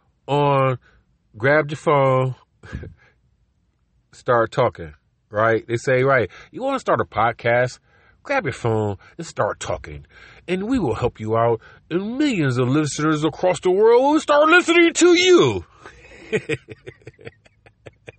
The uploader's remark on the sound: car record in the road